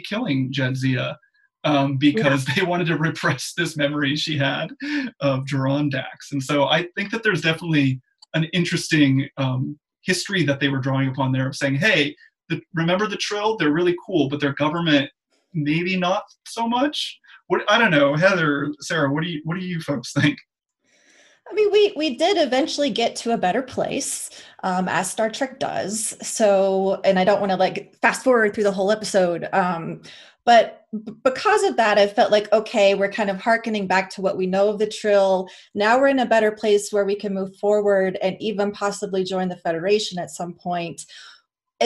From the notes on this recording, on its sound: Please note this episode was recorded remotely via Zoom and as such the sound quality may not be up to the usual standards of the podcast taped in the studio.